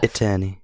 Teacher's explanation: t is one of the sounds that absorbs the l.